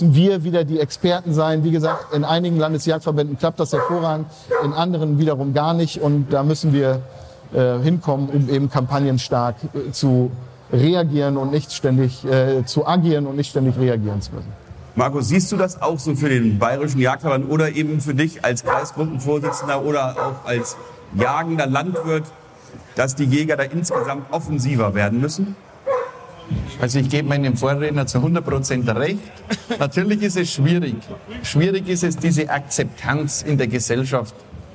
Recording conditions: busy venue